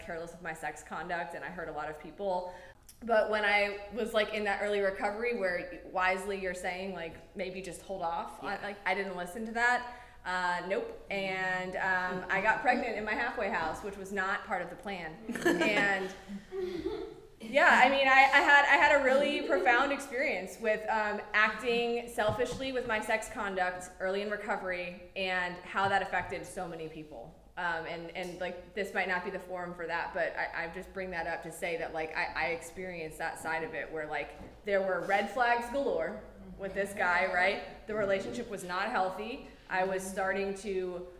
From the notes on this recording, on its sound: This episode of Big Book Workshop was recorded live from our Cinco De Mayo Celebration!